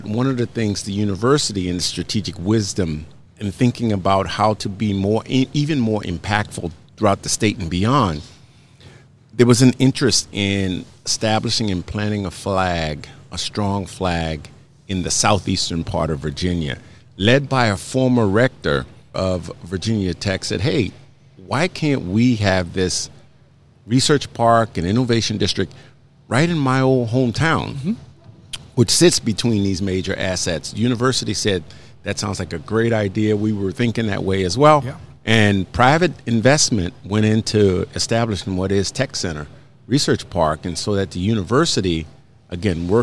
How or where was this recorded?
busy venue